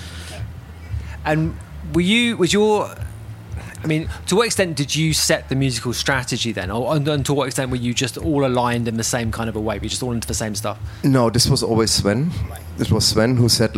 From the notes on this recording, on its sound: Podcasts recorded at the International Music Summit in Ibiza. LIVE from IMS. This is final part of our series of podcasts recorded at the International Music Summit in Ibiza , better known as IMS.